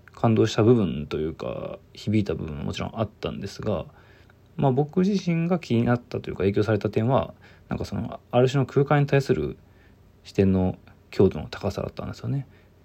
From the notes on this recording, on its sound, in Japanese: From Radiotalk。ボイスメモです。